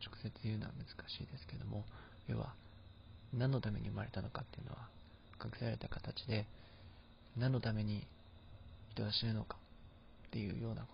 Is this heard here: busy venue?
no